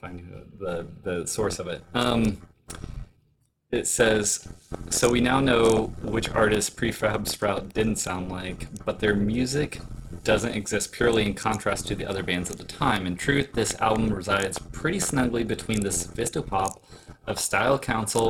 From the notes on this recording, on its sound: This is the last of episode of the batch with audio issues